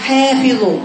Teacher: دخل في صوت الحاء ياء، أعرفي أنها إمالة الحاء.